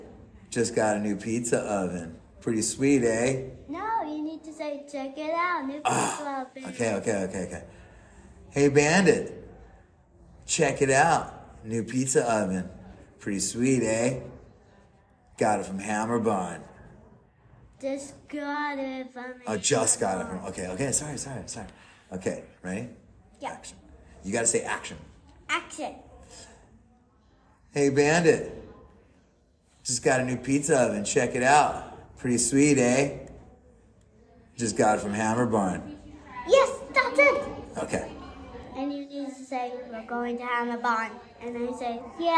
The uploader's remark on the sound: I had a little time after setting up at the conference so you took a sit.